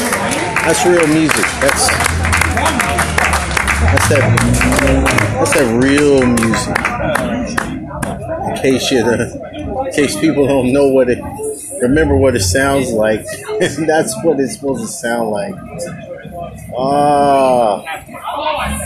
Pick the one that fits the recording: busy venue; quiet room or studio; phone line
busy venue